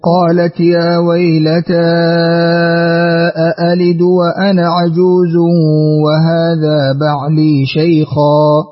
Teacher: نعطف ابن ذكوان بالتوسط وتحقيق الهمزتين بلا إدخال